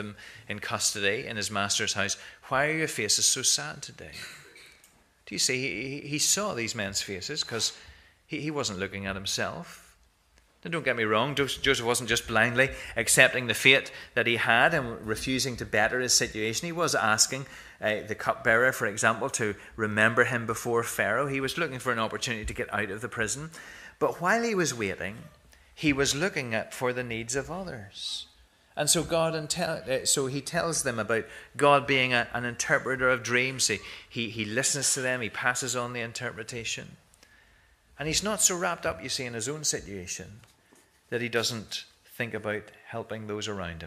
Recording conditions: large echoing room